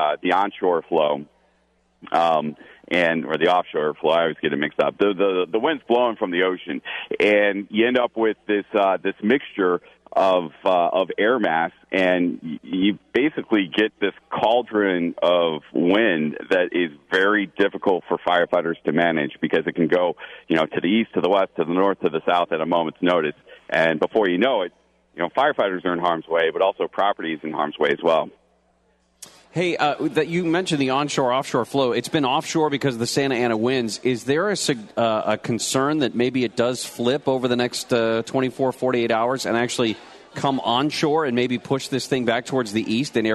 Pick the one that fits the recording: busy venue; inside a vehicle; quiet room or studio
busy venue